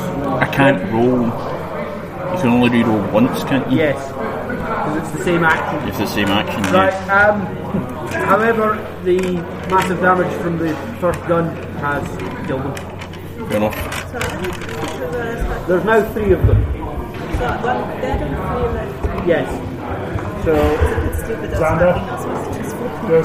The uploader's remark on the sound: I apologise for the background noise, it was something that couldn't be avoided since we were at the Falkirk District Wargames Club where we played it. The interuptions from other people couldn't be avoided either, and since they were intersperesed by play then I couldn't really edit them out.